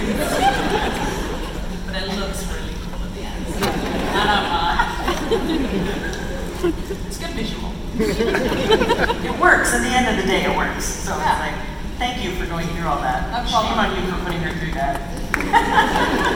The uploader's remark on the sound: WonderCon Anaheim 2019. Check out the audio clips he recorded from the event!